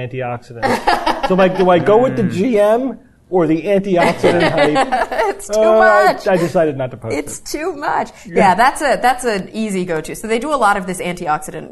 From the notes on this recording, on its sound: Live Recording from NECSS 2017.